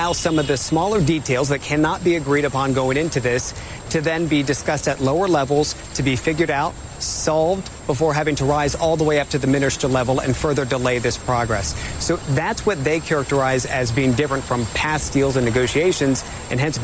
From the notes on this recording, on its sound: live from the New York Stock Exchange